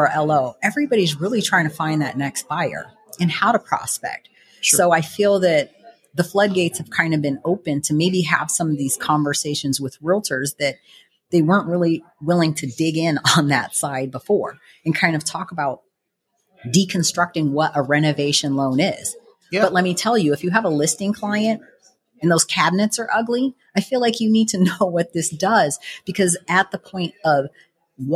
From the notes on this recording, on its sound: Sat down in person with Las Vegas-based sales manager at loanDepot. At our recent HousingWire Annual conference.